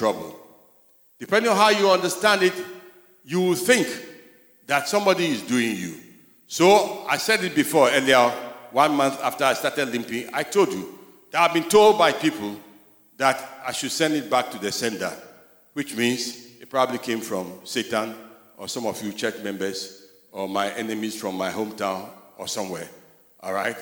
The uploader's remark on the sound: Sermon preached at CBC Shiashie Campus.